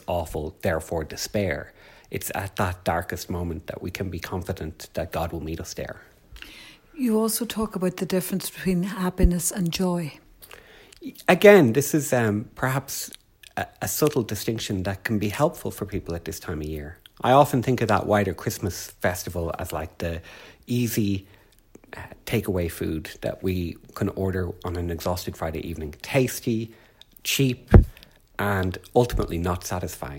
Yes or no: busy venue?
no